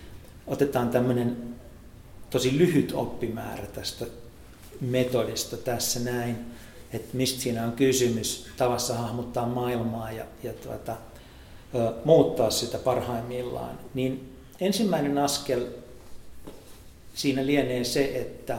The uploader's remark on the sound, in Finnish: Tässä kaikkien aikojen ensimmäisessä 10X Live Podcastissa eli elävän yleisön edessä äänitetyssä ohjelmassa.